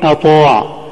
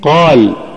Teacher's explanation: أعلاها تفخيما المرتبة الأولى، وهي الحروف المفتوحة وبعدها ألف